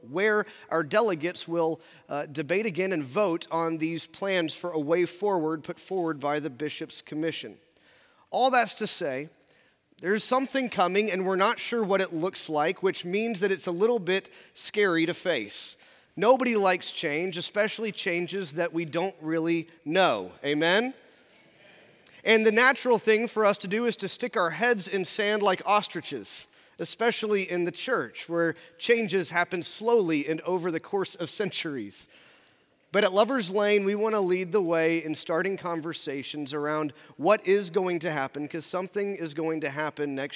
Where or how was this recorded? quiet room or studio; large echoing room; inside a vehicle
large echoing room